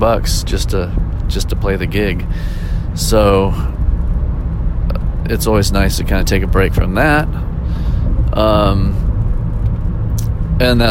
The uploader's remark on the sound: Maybe it’s that I was driving home from a gig late at night and needed something to keep me awake.